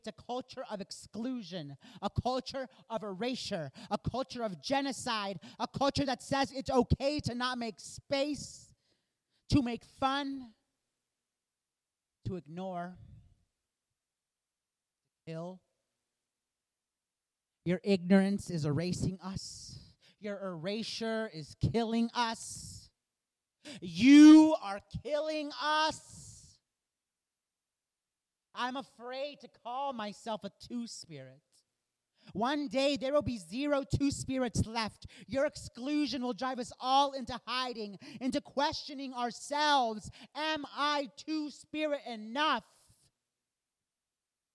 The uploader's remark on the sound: Our August 3rd 2019 live show